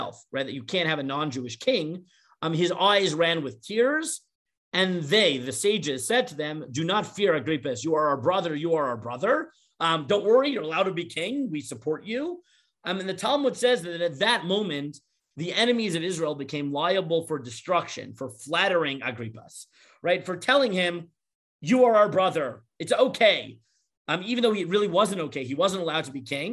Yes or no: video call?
yes